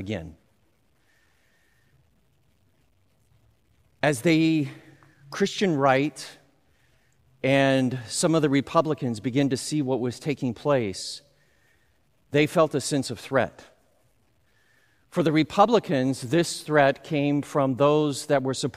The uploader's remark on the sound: Recorded live at Beatitudes Church, Phoenix, AZ on 07/10/20